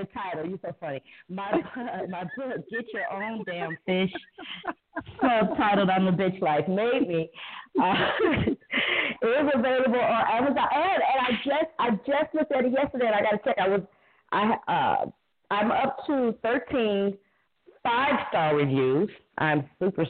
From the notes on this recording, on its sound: welcome to the debut of our call-in show.